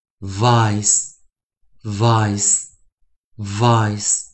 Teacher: 后面的 s 啊，是发出无声，也就是我们讲轻音